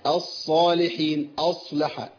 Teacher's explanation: محتاجين نخلي الصاد صاد مطبقة مستعلية مفخمة